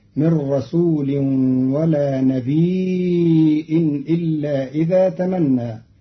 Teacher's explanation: قرأ قالون كلمة نبي بتخفيف الياء ساكنة مع همز بعدها فتصير مدا متصلا يمد قدر أربع حركات هكذا: من رسول ولا نبي إلا إذا تمنى.